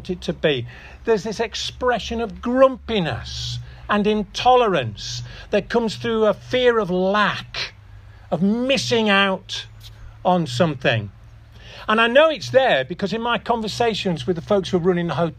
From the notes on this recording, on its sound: This audio recording was taken from the outdoor Harvest Celebration at 'Lowlands Farm' in Askrigg on September 10th 2023.